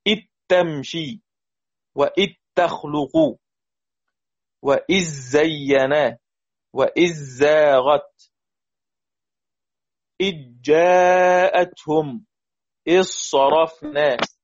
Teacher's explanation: بحذف الذال والنطق ما بعدها مشددا، طبعا عارفين كلنا الايه الإضغام، يعني حتى لا أطيل في ذكر الأمثلة، هذه طريقة الايه الإضغام، عدم نطق الذال، ذال إذ، وإضغامها في الحرف التالي فيكون مشددا.